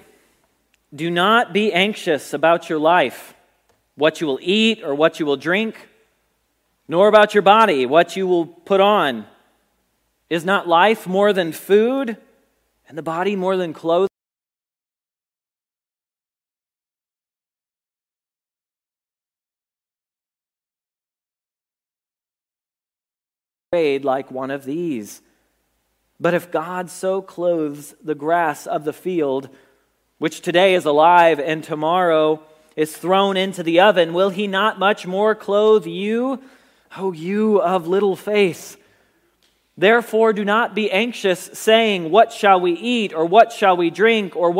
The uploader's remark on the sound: Message Preached at Valley Creek Church